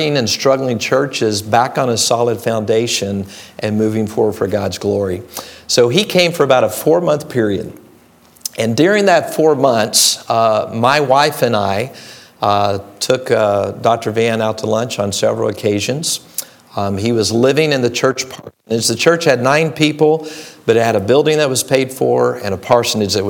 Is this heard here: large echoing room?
yes